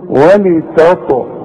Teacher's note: الطاء هتلاقي عليها سكون. لازم تقلقل · Term: القلقلة